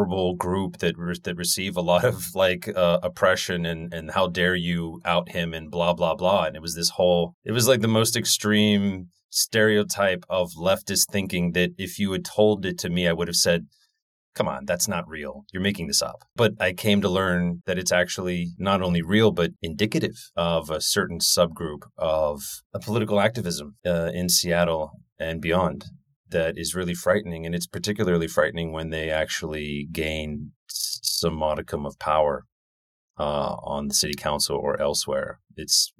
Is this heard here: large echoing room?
no